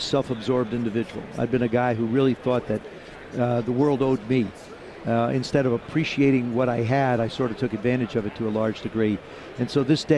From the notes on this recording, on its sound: live at radio row, ahead of the big game in Atlanta